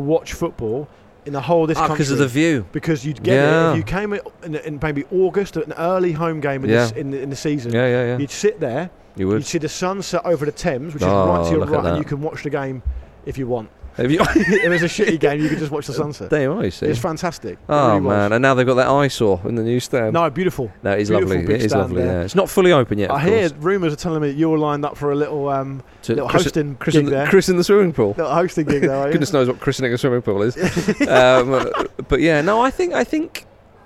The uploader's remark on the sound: Special on-location Ramble Reacts last night! Recorded from the beautiful old stands of Craven Cottage.